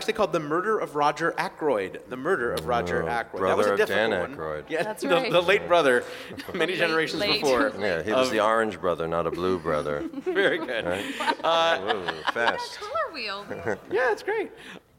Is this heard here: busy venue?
yes